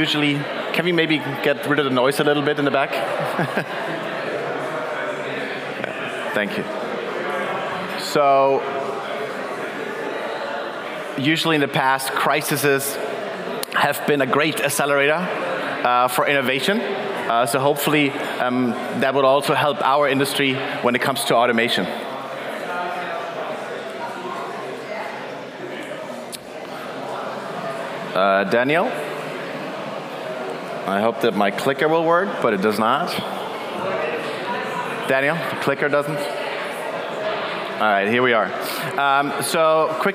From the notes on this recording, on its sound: In this keynote at our CoCoCoCo Main Stage, powered by Duetto